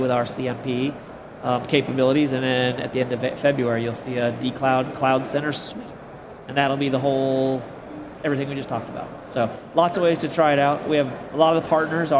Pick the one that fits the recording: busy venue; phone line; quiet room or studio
busy venue